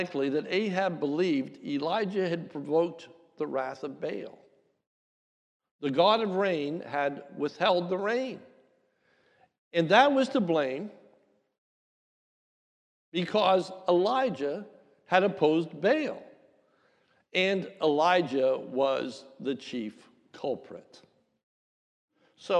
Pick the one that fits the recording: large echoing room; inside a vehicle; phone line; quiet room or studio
large echoing room